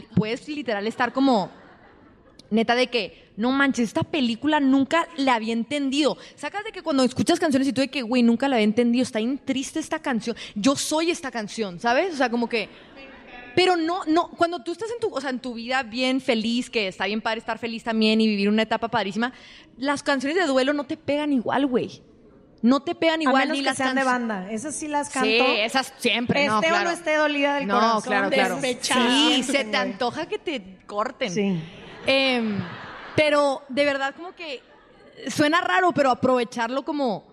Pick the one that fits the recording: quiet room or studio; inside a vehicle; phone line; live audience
live audience